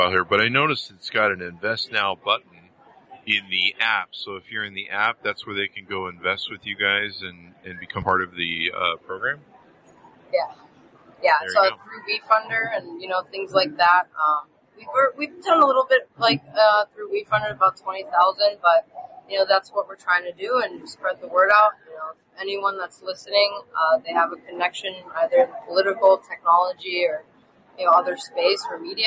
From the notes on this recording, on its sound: Interview At Collision Conference 2022